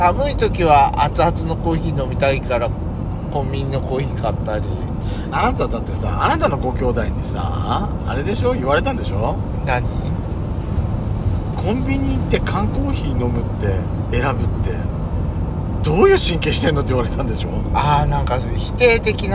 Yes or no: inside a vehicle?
yes